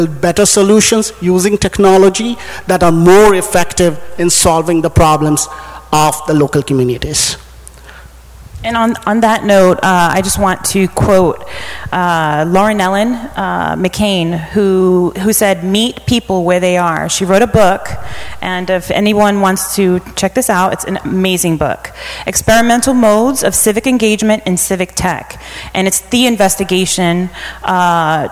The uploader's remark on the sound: Recorded at NJ Spotlight On Cities, held October 16, 2015 at the New Jersey Performing Arts Center.